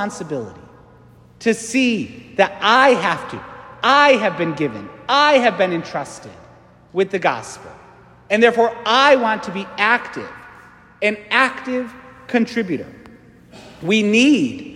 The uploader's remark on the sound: St Francis Catholic parish homily.